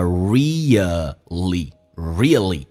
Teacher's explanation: really 这个单词，美式发音是两个长元音